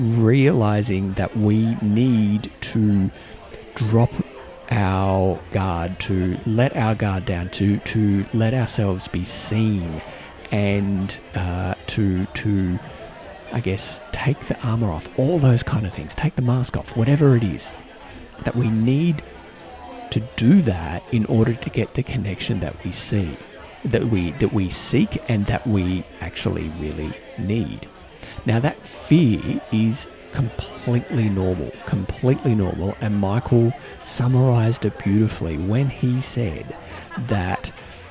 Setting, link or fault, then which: setting, busy venue